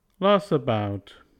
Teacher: If T appears, we delete it and continue moving forward without adding a glottal stop.